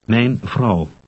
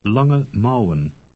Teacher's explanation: To pronounce Dutch A-U-W and O-U-W, you say the vowel in the English word how, followed by a short oo sound.